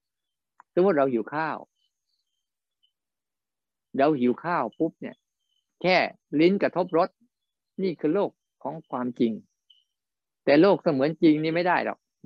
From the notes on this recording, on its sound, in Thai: บรรยายผ่านระบบ zoom